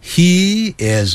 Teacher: He 是发长的元音 E 就跟衣服的 E 很接近